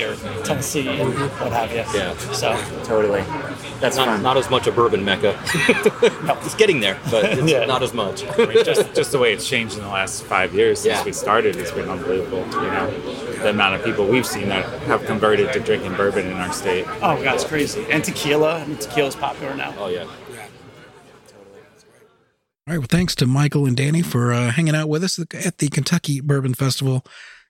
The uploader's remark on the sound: At this year's Kentucky Bourbon Festival